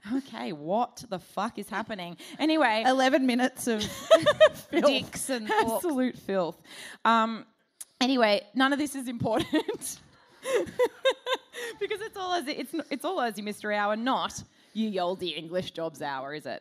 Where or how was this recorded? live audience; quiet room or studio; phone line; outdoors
live audience